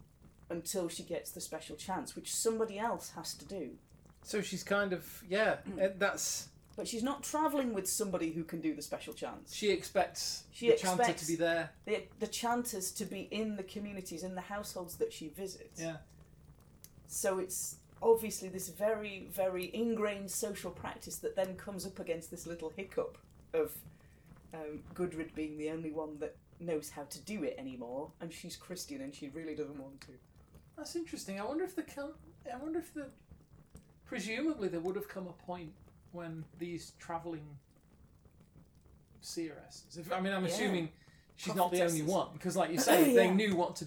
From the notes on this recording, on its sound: Background fire ambience